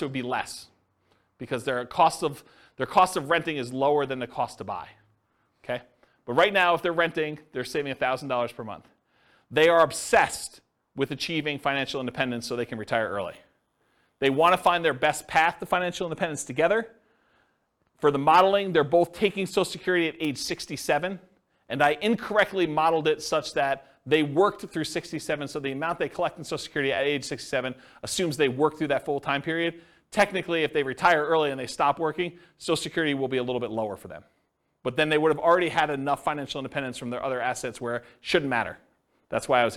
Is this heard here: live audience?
yes